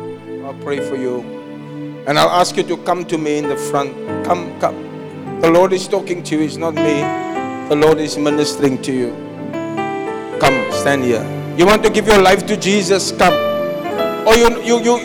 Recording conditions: large echoing room